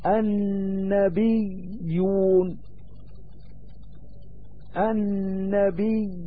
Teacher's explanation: فإن الضمة في هذا المثال تزيد الياء ثقلا مع الانتقال من الكسرة إلى الضمة